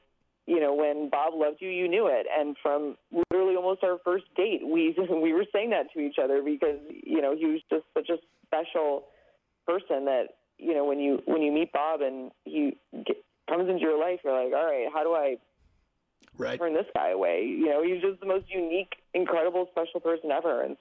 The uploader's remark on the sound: on the phone